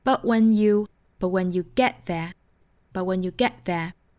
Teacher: 前面半句是有两处的 t 的发音，我们把它略掉的